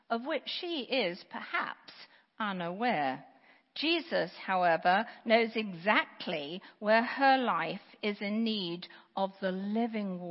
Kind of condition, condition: setting, large echoing room